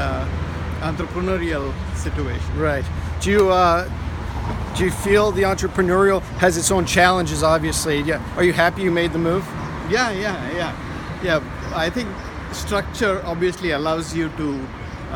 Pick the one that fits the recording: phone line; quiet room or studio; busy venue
busy venue